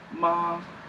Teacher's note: that's the first tone. It's long and high.